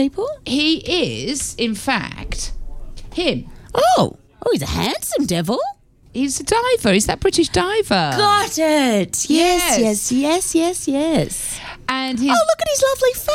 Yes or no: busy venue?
no